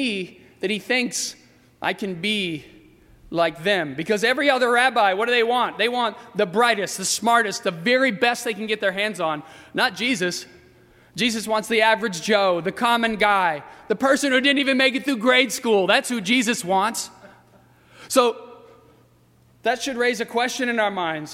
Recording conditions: large echoing room